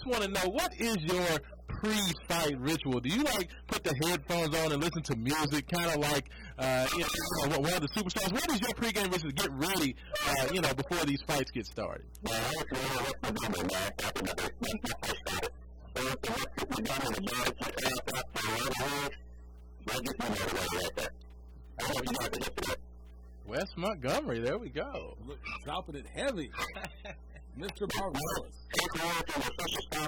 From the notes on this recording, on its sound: We are joined in studio. On the phone.